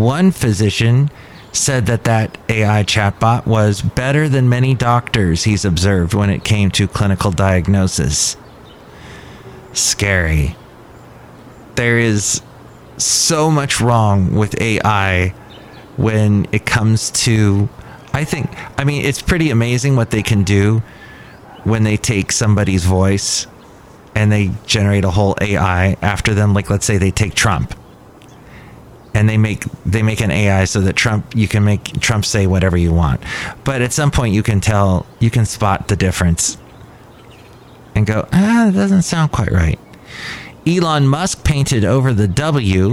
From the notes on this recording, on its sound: podcasts live from Cafe Anyway